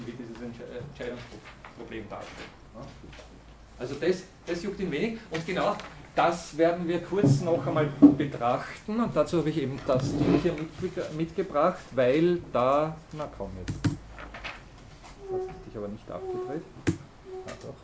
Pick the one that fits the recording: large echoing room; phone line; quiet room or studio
large echoing room